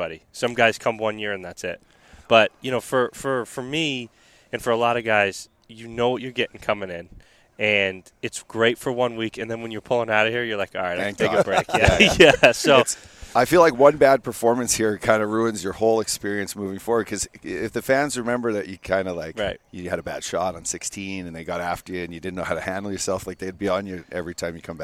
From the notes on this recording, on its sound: From the WM Phoenix Open. Take the #FellaTour from Las Vegas to Scottsdale for Golf a the WM Phoenix Open! Live from the DraftKings Sportsbook Suite at the Kiva Club.